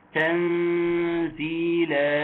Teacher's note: الغنة تكون مرققة، والكلمة كلها تنزيل كلها مرققة